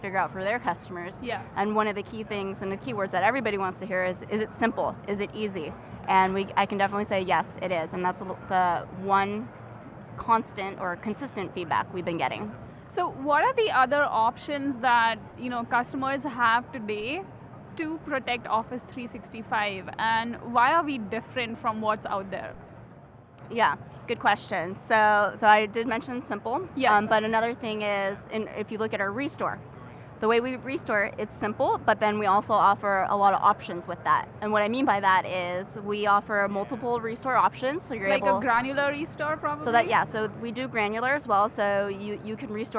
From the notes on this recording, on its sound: Live from Microsoft Inspire.